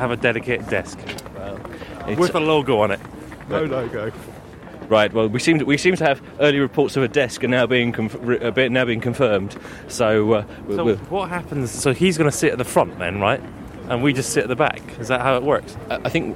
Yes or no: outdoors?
yes